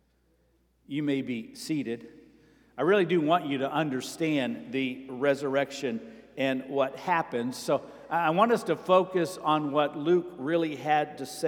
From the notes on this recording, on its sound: Sermon preached at Avondale Baptist Church